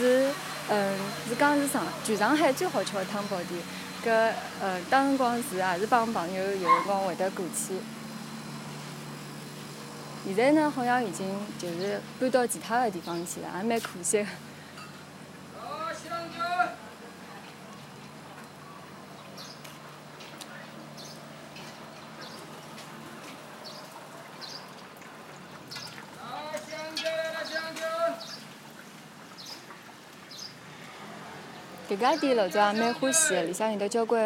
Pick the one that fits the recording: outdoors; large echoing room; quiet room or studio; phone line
outdoors